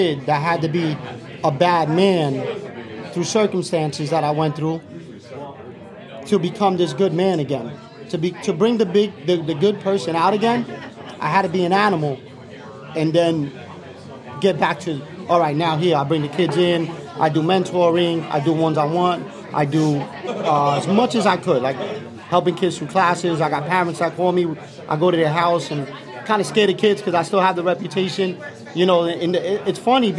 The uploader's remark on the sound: Live Event at Mickeys Bar and Grill. Tonight we are at Mickey’s bar and Grill for our three-year anniversary party and year and celebration.